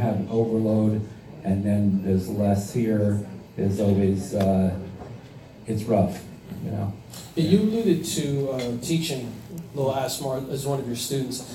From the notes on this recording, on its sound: between sets at his performance for REJS Entertainment at Tavern On The Lake in Hightstown NJ